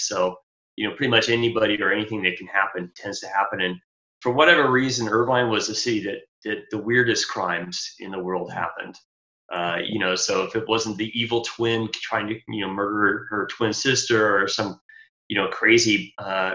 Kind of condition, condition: link, video call